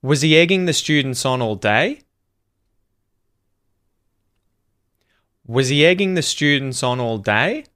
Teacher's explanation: Rising intonation at the end there.